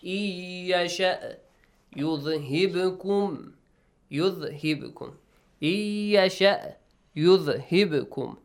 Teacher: How do you do this for what? In yasha', the nun is merged into ya